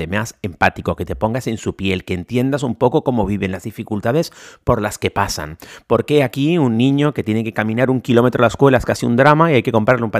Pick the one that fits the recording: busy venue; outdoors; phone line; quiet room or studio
quiet room or studio